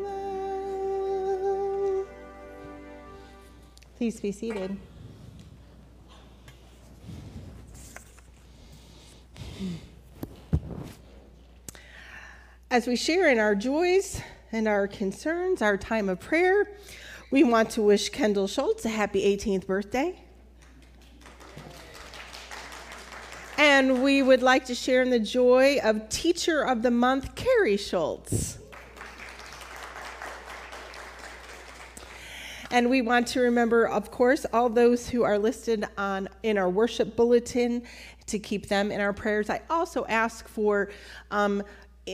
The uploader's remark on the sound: Recorded at Altamont First United Methodist Church